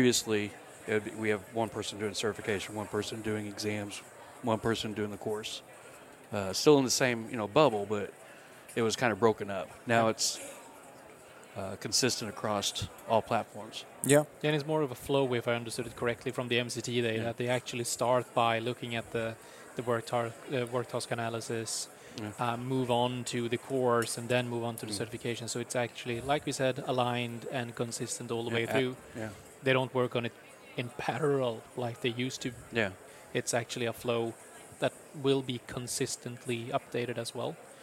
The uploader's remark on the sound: recorded at Microsoft Ignite in Orlando